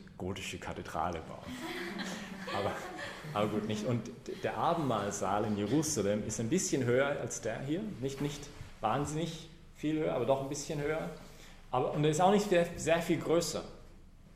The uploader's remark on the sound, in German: Predigt bei der BeFree Messe am 17-5-2015